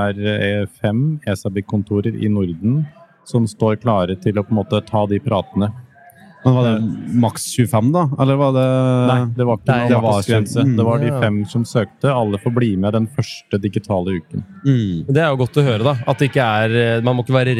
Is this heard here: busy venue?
yes